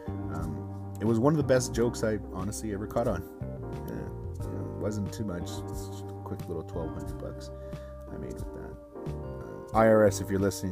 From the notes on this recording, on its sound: Apologies for the noise in the background if there is any!